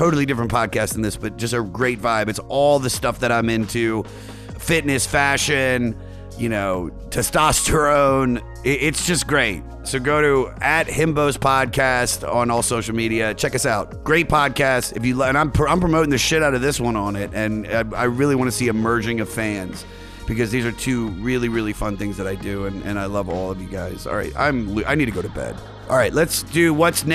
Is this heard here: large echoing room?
no